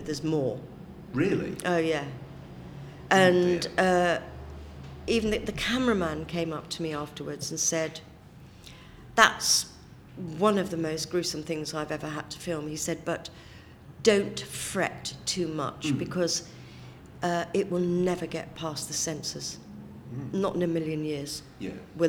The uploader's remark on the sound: We have our third and final interview recorded at the Whooverville 9 convention in September.